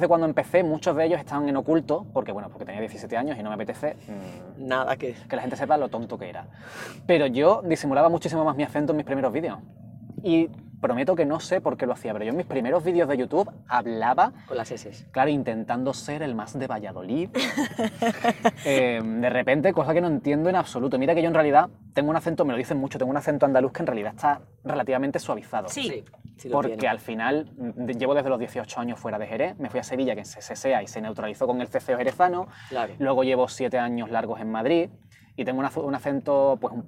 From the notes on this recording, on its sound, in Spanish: mientras damos un paseo por el barrio de Vallekas